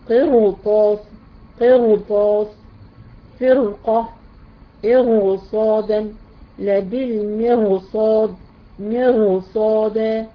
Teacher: الراء ساكنة وبعدها حرف استعلاء في نفس الكلمة، بتفخميها · Term: التفخيم